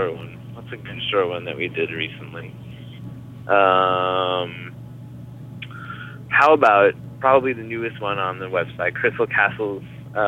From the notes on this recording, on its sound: Thankfully he was a little more composed when we talked on the phone.